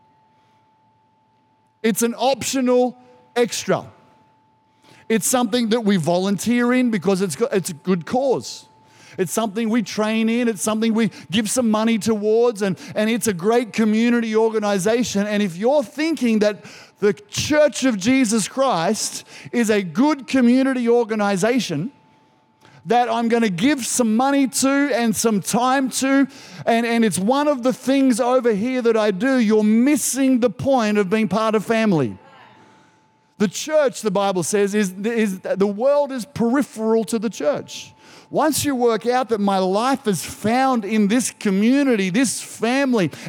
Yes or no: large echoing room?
yes